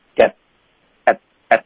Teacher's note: Get 不要用喉音停顿，要顶舌头导致停顿